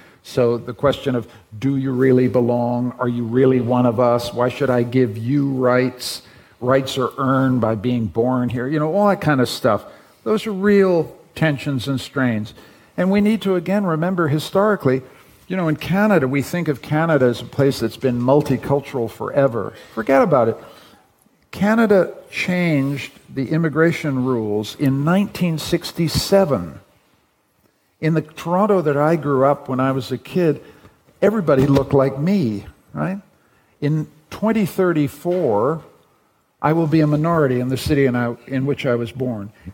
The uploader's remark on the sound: Broadcasted live in De Balie in Amsterdam